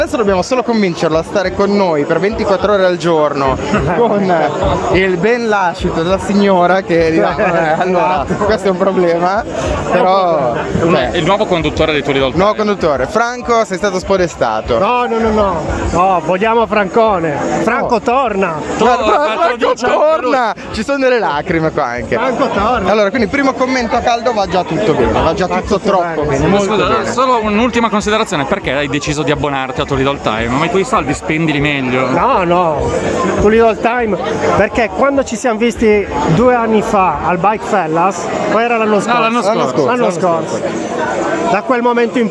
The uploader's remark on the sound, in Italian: in diretta dal PUNK ROCK RADUNO